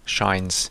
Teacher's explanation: tuommoinen shines-sana lopussa, niin siinä on lopussa juuri se soinnillinen pehmeä S